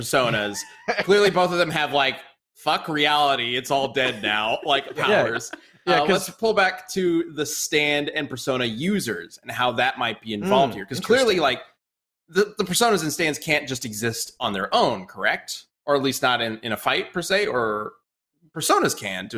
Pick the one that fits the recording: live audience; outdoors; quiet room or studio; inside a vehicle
quiet room or studio